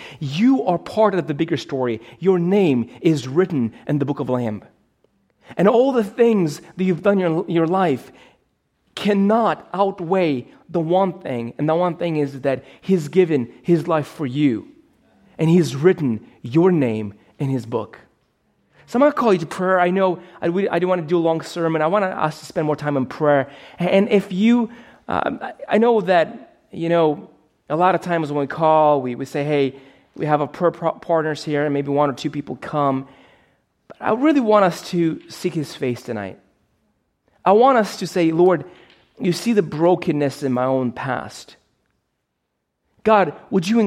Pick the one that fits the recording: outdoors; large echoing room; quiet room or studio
large echoing room